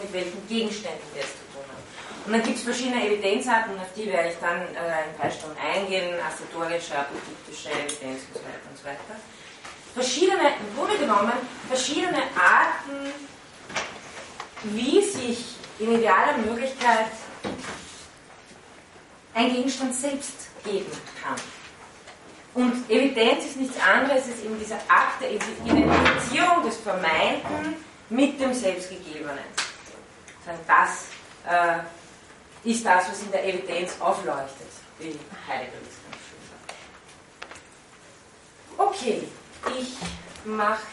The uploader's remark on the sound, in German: von Studierenden aufgezeichnet